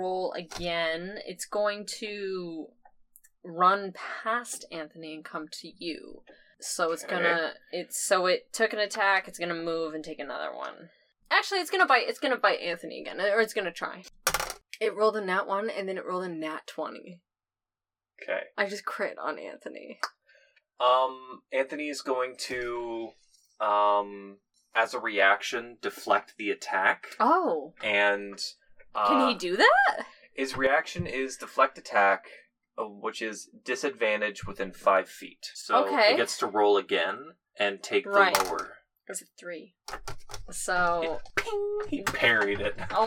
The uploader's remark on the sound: The audio is not very good. This episode was recorded BEFORE we got new recording equipment, so please bare with the not-so-great audio.